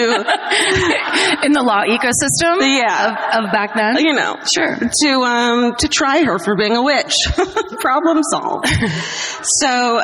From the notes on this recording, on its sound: Live at the Bord Gáis Energy Theatre in Dublin.